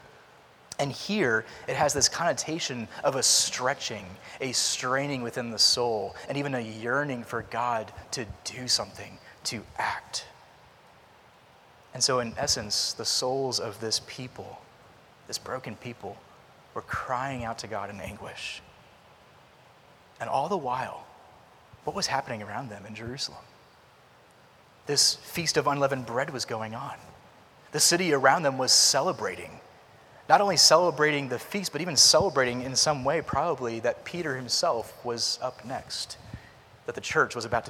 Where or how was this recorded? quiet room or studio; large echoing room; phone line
large echoing room